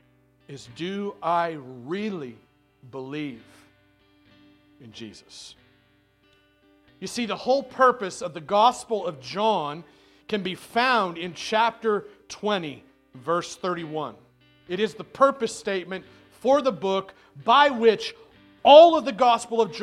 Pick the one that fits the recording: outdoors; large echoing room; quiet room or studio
large echoing room